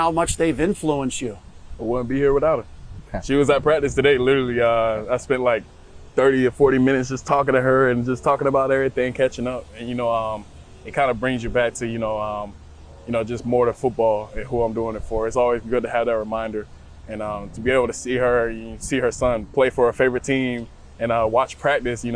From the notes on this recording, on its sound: Outside of the NovaCare Complex at training camp.